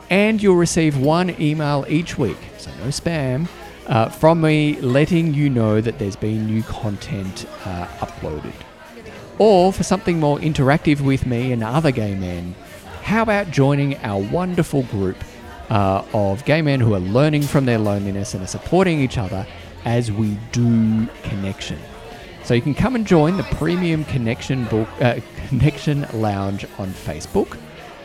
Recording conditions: busy venue